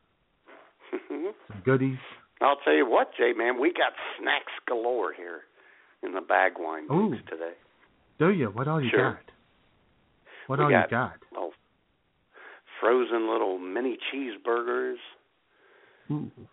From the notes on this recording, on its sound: Your phone calls.